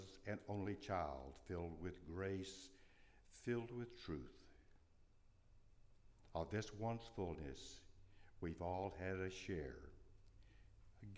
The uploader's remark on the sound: at Northminster Church on January 19, 2020.